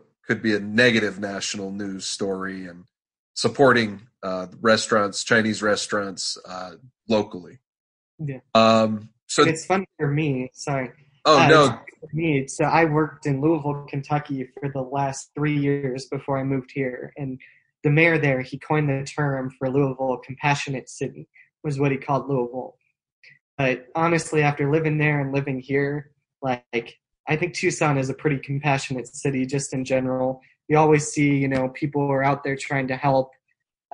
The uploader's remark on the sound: For the second of our Zoom-aided podcasts.